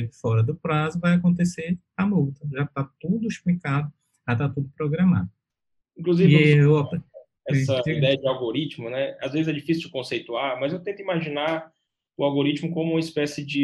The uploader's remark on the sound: Na Faculdade Luciano Feijão, em Sobral (CE). Via Zoom.